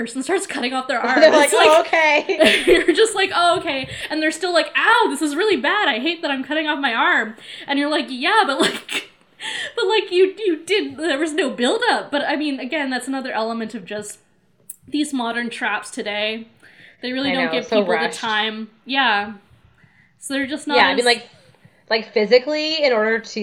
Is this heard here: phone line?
no